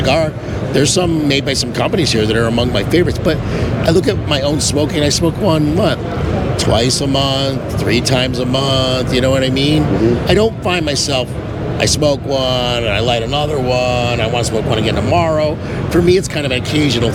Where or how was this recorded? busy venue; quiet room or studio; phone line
busy venue